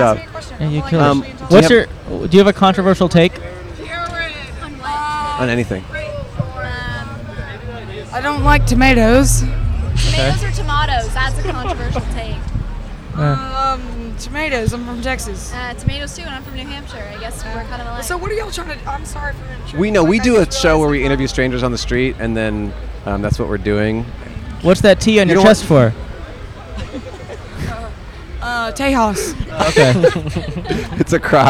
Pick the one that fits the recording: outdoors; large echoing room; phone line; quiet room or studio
outdoors